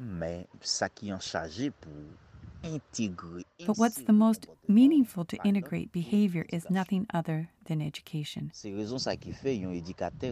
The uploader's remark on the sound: I hope you feel taken to location as you hear the children play and the wind blowing from time to time. As he sits outside to record on his phone since the internet connection wasn't strong enough to do a direct conversation.